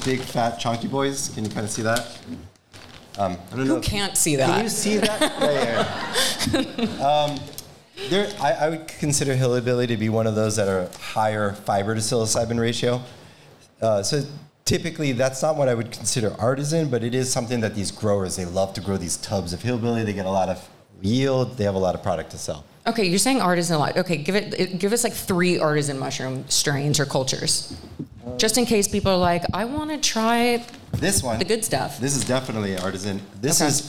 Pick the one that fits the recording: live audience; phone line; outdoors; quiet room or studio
live audience